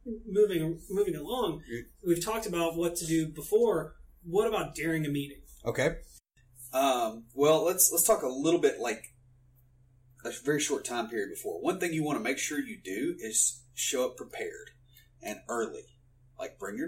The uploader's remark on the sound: We had some issues with our recording for this episode. Please bare with us as we are learning to use the recording and editing equipment.